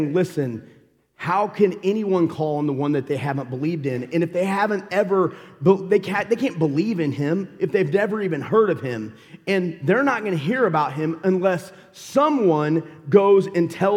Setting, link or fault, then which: setting, large echoing room